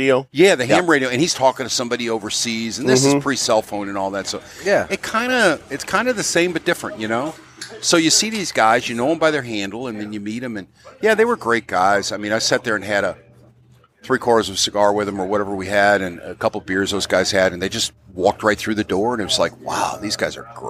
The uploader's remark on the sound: Live from the 3rd Annual Rivermen Cigar Festival